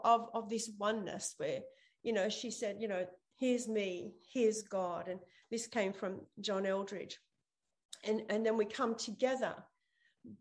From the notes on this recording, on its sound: ZOOM Church